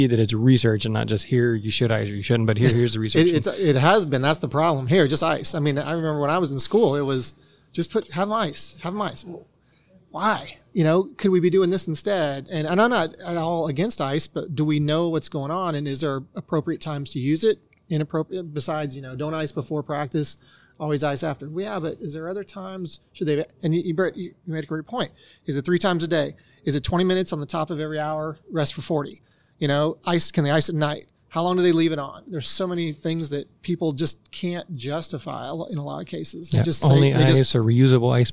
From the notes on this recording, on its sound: live from the Memorial Hermann Sports Medicine Update